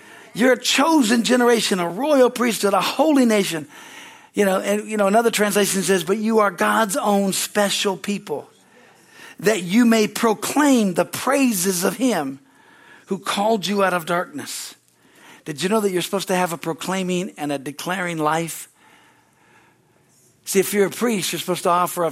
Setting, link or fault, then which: setting, large echoing room